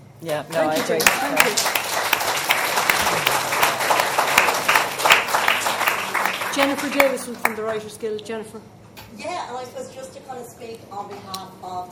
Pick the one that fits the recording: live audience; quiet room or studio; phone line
live audience